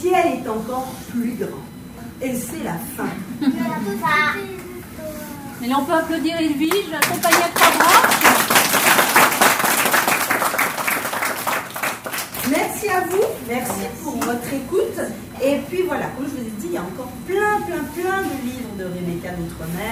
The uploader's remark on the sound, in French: Sur les radios de la FRAMA en direct du salon du livre.